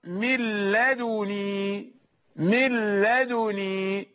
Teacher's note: بضم الدال وتخفيف النون